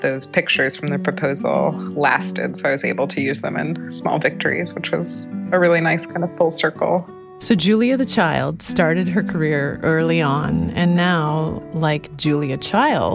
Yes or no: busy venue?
no